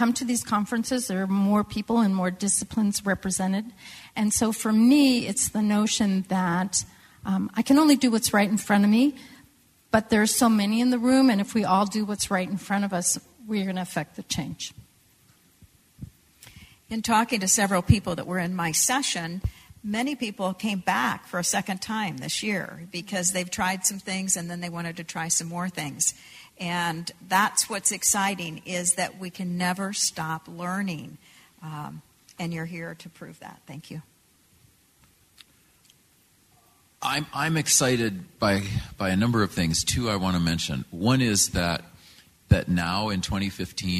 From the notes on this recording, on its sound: A live panel recording of Professionals and Community Leaders.